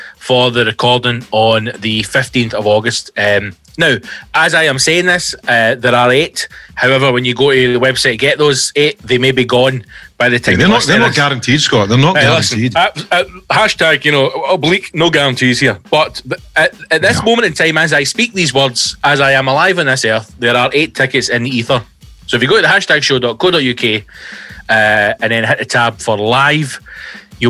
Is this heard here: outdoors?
no